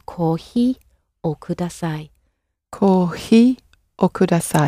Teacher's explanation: With coffee, it's somewhere between an F and an H, so it's probably better to err on the H side of it